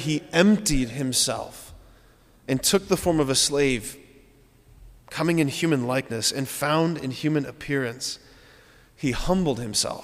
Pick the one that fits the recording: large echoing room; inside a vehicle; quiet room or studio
large echoing room